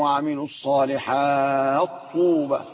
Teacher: التاء لونت مع الطاء على ان هناك ادغام في قراءة ابو عمرو البصري